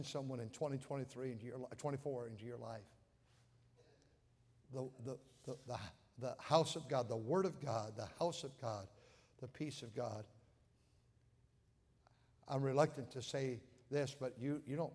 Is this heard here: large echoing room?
yes